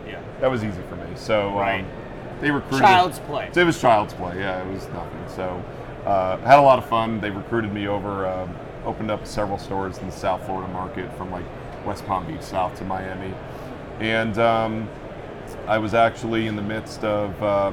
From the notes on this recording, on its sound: Live From NRF 2024